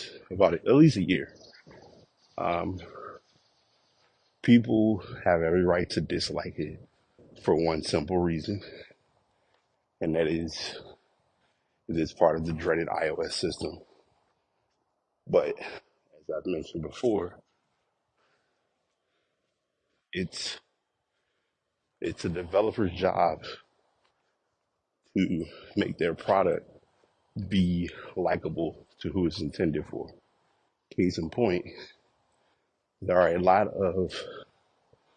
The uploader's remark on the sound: Walk Recording